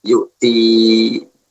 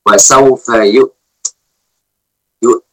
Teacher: Yang benar adalah waqaf dengan suara ta sukun. Ta yang disukunkan. · Shown in: second take